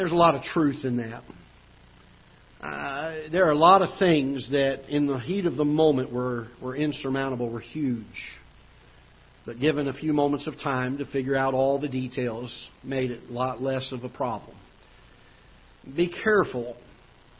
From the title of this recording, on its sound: Ketha Heights Baptist Church ~ Live Broadcast